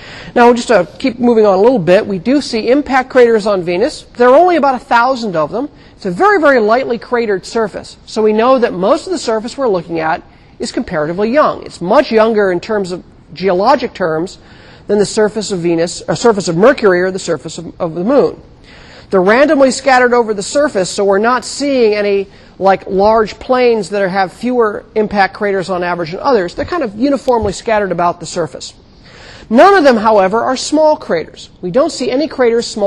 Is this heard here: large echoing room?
yes